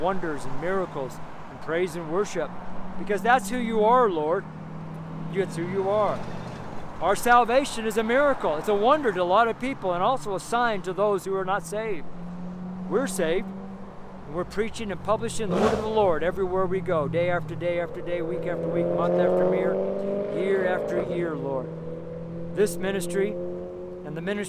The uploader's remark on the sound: STREET SERMON